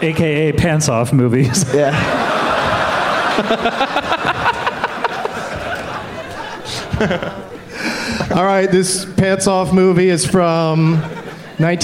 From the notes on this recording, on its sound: Podcasting live from Bumbershoot